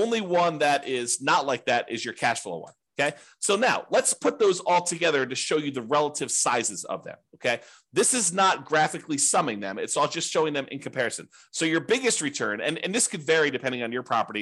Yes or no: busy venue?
no